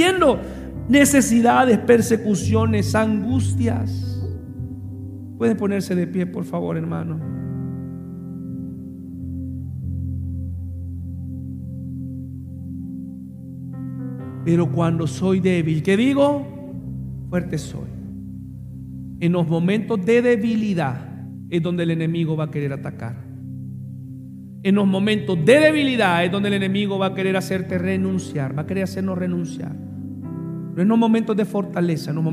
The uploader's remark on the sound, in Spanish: Mensaje grabado en vivo, en la Iglesia El Faro La Ceiba.